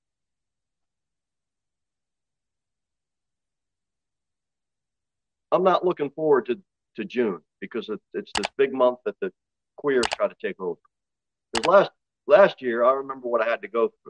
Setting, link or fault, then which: setting, large echoing room